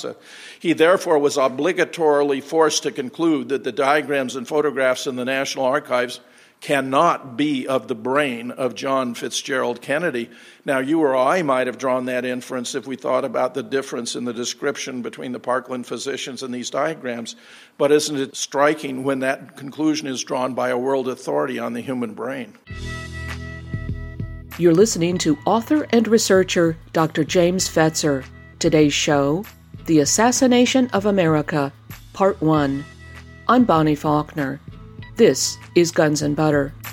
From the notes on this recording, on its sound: keynote presentation at the JFK 50th Commemoration hosted by the Oswald Innocence Project